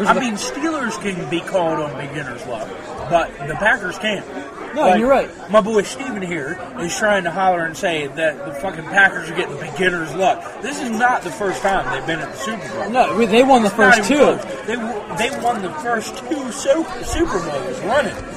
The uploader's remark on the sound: LIVE from Glory Days